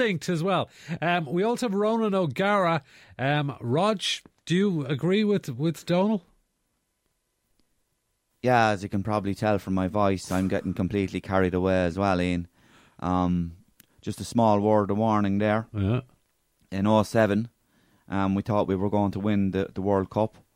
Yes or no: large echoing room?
no